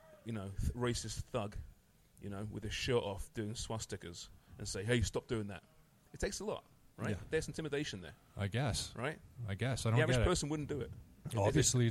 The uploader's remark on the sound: On location this week at one of our favourite establishments in downtown Toronto as we celebrate Family Day.